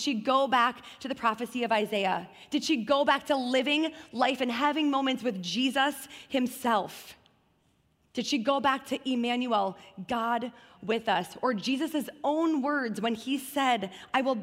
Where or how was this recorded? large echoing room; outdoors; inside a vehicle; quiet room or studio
large echoing room